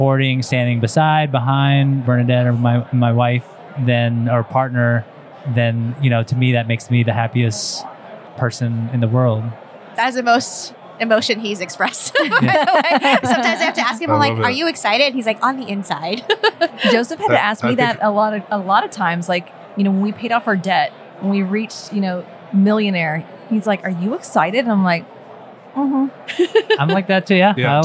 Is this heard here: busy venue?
yes